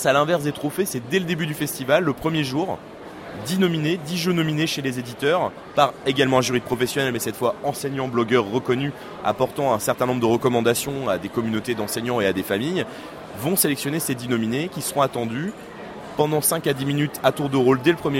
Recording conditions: busy venue